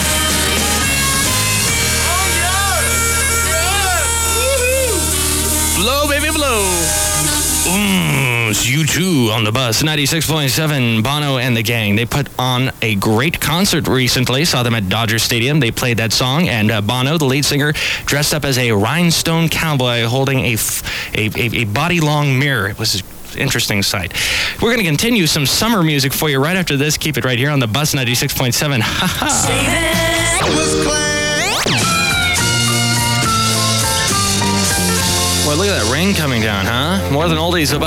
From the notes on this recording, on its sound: podcasts live from Café Anyway